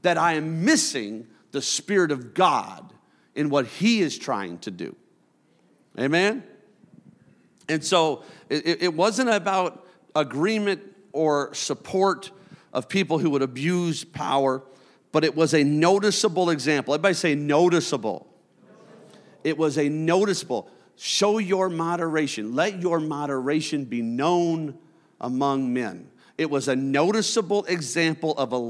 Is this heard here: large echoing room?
yes